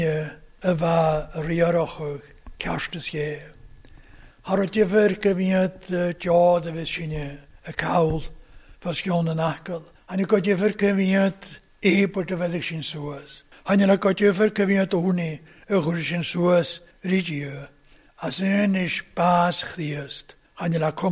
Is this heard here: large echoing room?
yes